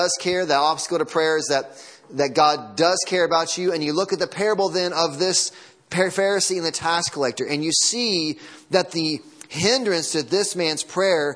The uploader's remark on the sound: Sunday morning sermon audio.